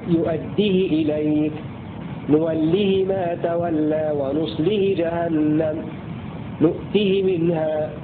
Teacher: ثانيا، قرأ بكسر الهاء بدون صلة قالون الذي قال عنه الناظم، وفي الكل قصر الهاء إبانة، فيقرأها قالون هكذا: يؤديه إليك، نوله ما تولى، ونصله جهنم، نؤته منها. هذه رواية قالون بكسر الهاء بدون صلة